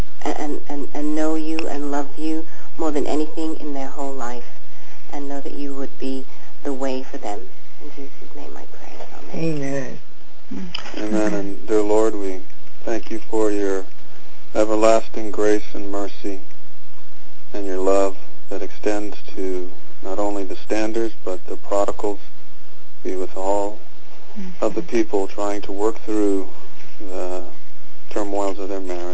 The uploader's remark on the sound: FEBRUARY 13, 2011 CONFERENCE CALL